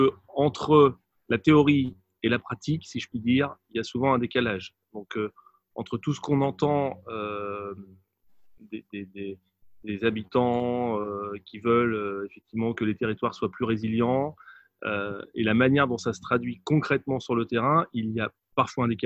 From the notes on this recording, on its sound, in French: La Fabrique Écologique a organisé le lundi 18 mai 2020 en visioconférence son Atelier Co-Écologique.